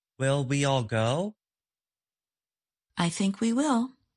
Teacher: The speaker says the words go and will with more force or stress.